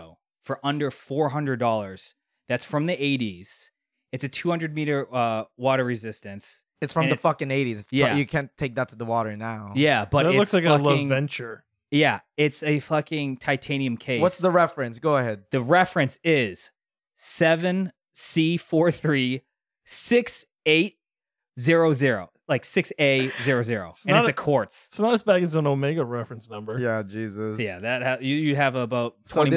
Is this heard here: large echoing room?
no